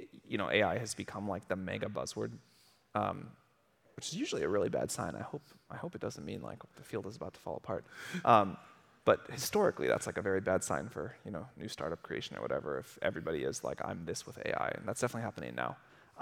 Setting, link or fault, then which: setting, busy venue